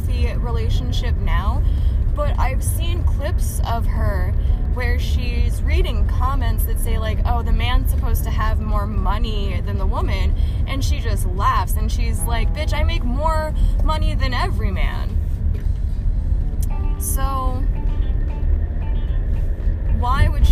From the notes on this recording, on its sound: Headphones warning this is a car convo and it might get a little loud sorry about that